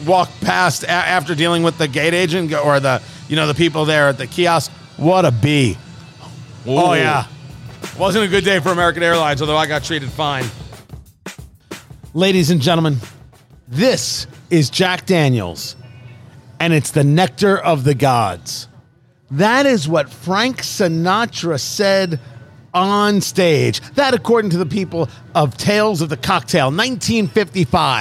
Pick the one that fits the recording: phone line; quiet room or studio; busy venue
busy venue